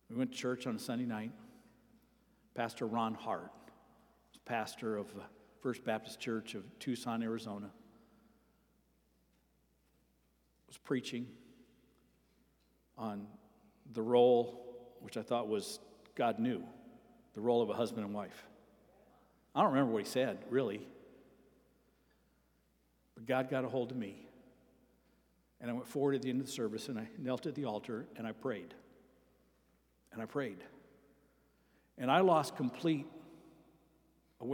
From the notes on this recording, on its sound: Sermon preached at Avondale Baptist Church